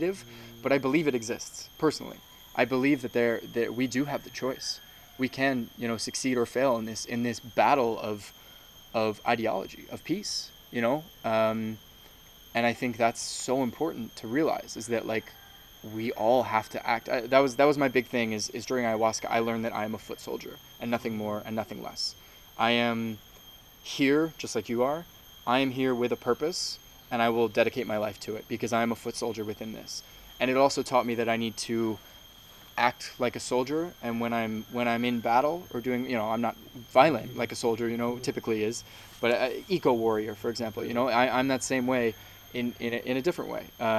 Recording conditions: sounds in the background